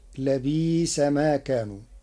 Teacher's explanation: قرأ ورش كلمة لبئس في الآيتين بالإبدال تخفيفا، فتصير لبيس ما كانوا.